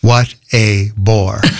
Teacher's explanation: What is a cretic? It's a stressed syllable followed by an unstressed and a stressed.